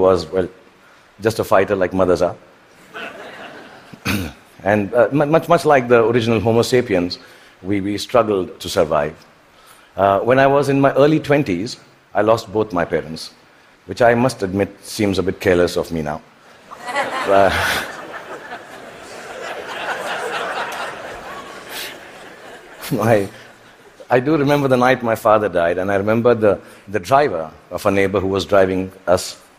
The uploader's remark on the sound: TED Talk at the Vancouver TED Conference in 2017.